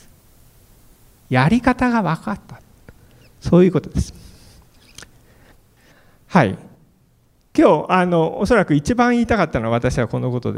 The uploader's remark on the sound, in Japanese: 未来授業。